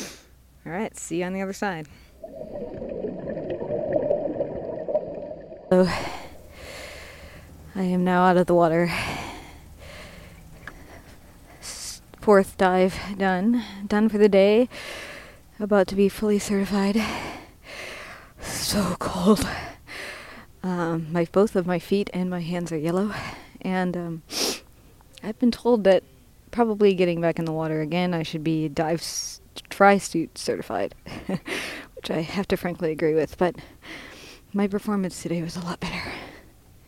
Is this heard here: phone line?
no